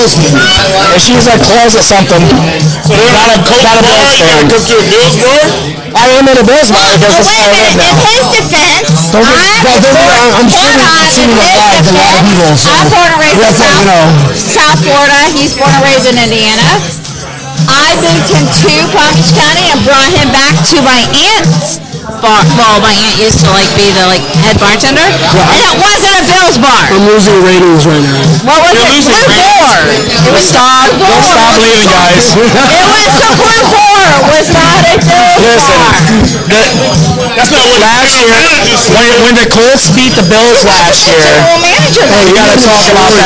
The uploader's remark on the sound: Live at the Crazy Horse Saloon in West Palm Beach